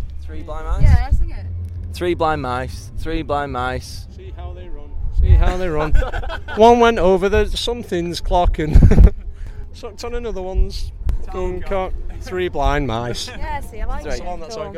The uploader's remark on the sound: Sorry about the sound quality, the wind decided to pick up 2 seconds.